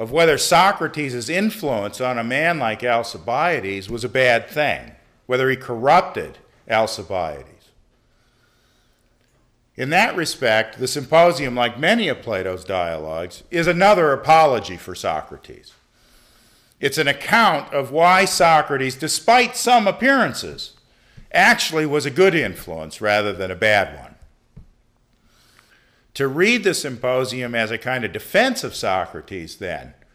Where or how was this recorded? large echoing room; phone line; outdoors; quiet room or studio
large echoing room